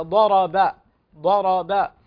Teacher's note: ظهرت الباء كأن فيها شيء من تفخيم